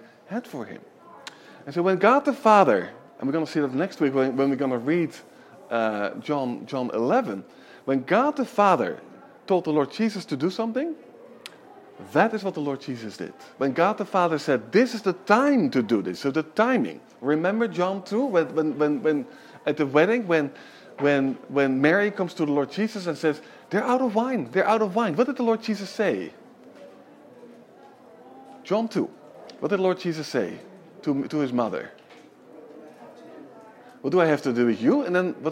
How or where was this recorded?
large echoing room